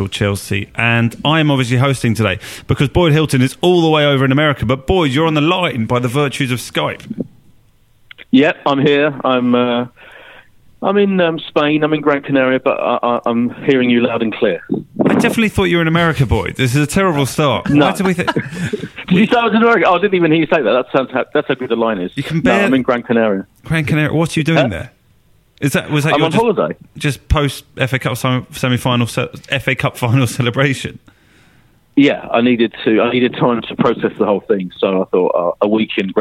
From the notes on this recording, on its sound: on the phone